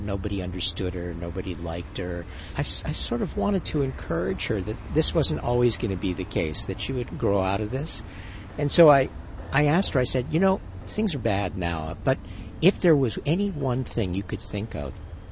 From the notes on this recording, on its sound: goes trolling with his tape recorder on the sidewalks of Provincetown, Massachusetts